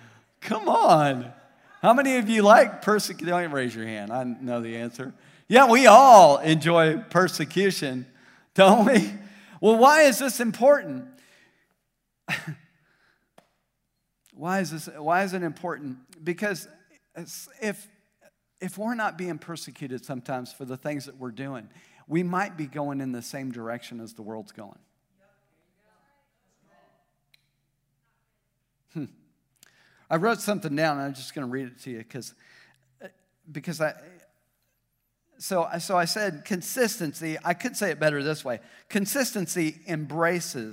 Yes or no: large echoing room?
yes